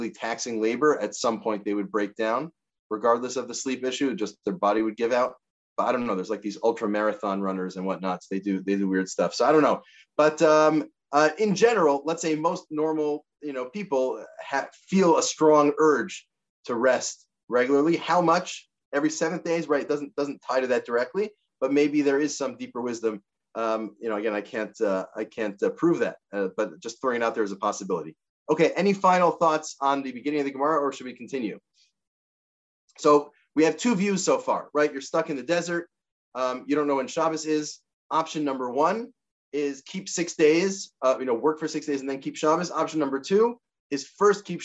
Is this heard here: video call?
yes